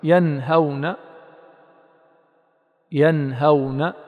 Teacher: تحقق النون وتأتي بغنتها دون إطالة، لأن الغنة لازمة في النون والميم في كل حال، سواء كانت أعني متحركة أو ساكنة، إلا أنها في الساكنة أمكن وأكثر زمنا من المتحركة.